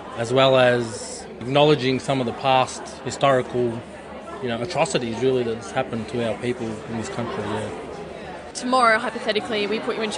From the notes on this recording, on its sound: Highlights from the 2018 Indigenous Place and Partnerships Conference held at the University of Melbourne in April 2018. Selections of presentations and interviews with presenters and conference participants.